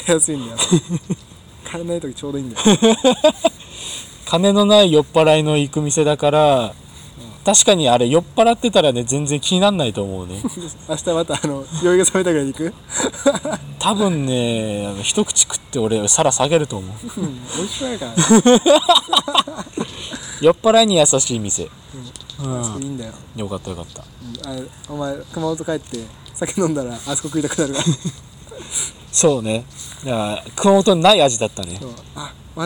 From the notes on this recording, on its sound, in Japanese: 西日暮里で2人。いつも収録している公園。